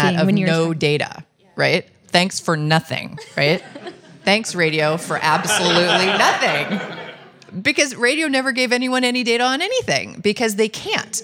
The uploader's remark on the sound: LIVE at Treefort